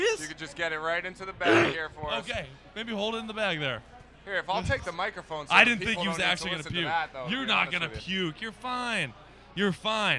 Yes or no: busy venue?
yes